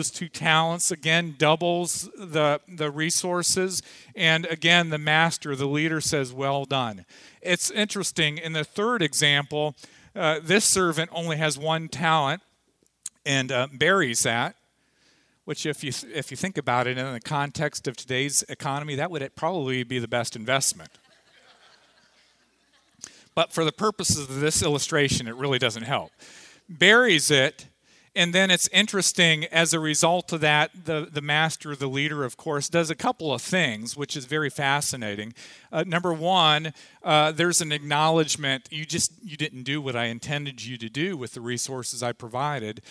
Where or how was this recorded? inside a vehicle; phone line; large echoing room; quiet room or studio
large echoing room